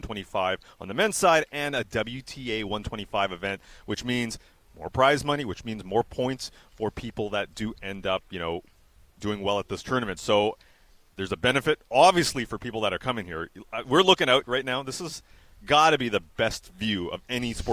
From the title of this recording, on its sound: Live from the Odlum Brown VanOpen